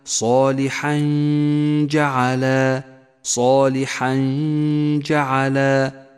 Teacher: يخفى التنوين بحرف الجيم مع بقاء غنة للتنوين زمنها حركتان · Term: الإخفاء